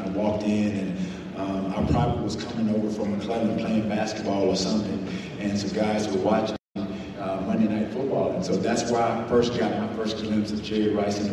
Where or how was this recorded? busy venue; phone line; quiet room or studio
busy venue